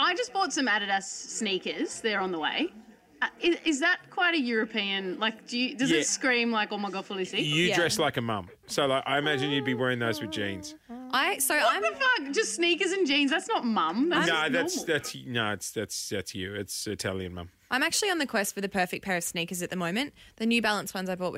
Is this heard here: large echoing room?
no